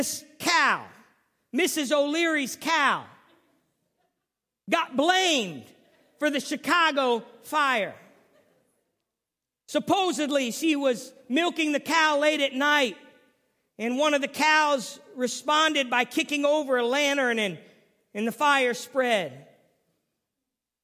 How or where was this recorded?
large echoing room